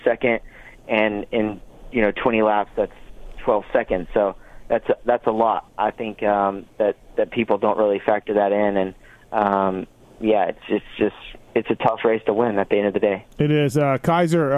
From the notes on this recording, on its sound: will call in from some smoky poker room